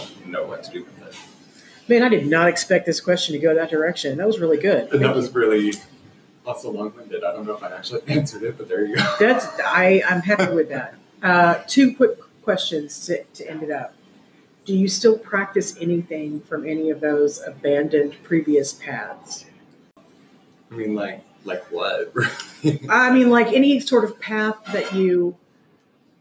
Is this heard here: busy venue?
yes